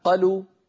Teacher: يعني تصوروا لو قلت أنا قلوا بدل ما أقول قالوا، لو قلت قلوا، لما قلت قلوا ولم أمد الطبيعي اختفت الألف من الوجود واختفت الواو من النطق، قلوا صارت انقلبت الألف إلى فتحة والواو إلى ضمة، لذلك لم يعد لذات الحرف وجود.